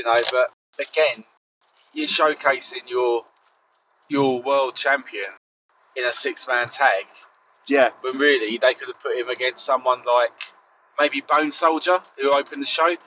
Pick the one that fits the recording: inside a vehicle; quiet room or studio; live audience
inside a vehicle